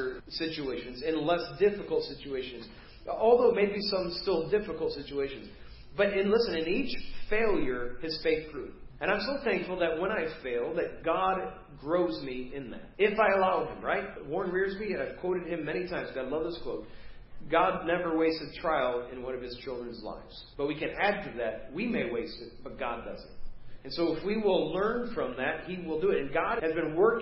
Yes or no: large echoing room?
yes